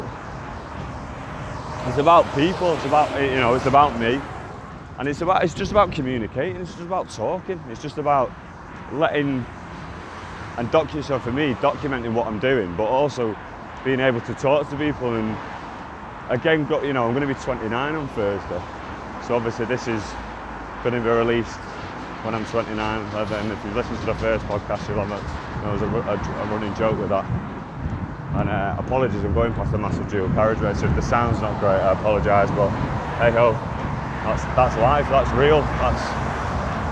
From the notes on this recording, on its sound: I was walking to work and decided to press record apologises with the sound but stick with it.